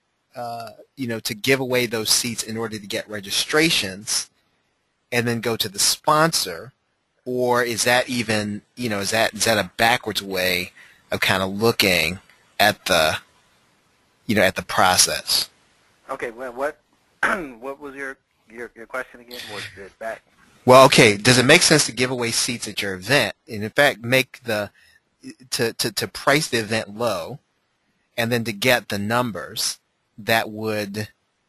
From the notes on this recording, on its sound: Vintage Audio. This is part of an audio call I did.